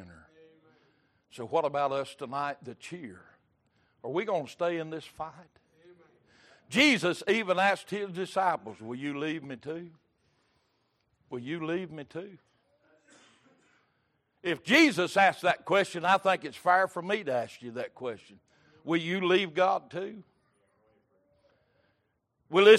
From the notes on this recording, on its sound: Recorded January 15, 2023 - Sunday Evening Service